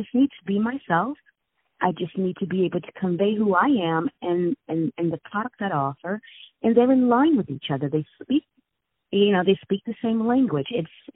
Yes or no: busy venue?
no